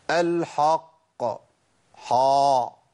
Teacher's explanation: الخطا كمان الكبير قوي هو تفخيم الحاء